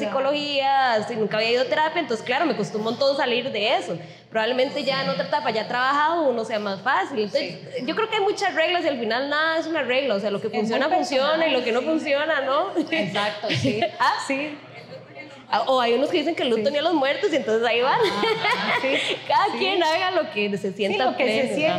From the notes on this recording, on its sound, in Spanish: Este fue nuestro primer episodio en vivo desde Eremita Cervecería donde celebramos el Día de la Soltería el 11/11.